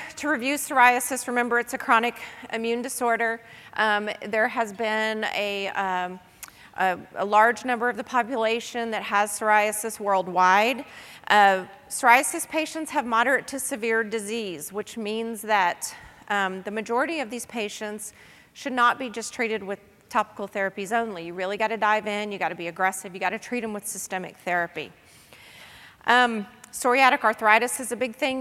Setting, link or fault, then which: setting, busy venue